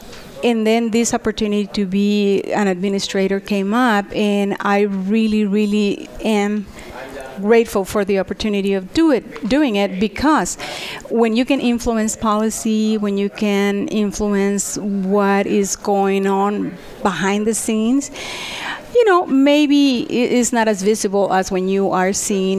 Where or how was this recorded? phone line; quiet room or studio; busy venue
busy venue